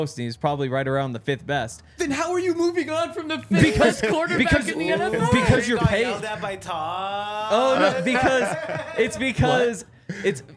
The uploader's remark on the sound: coming to you LIVE from the DNVR Bar